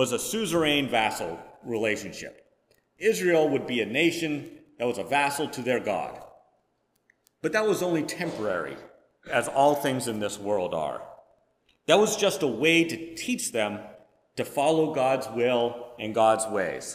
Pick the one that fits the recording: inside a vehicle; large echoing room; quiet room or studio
large echoing room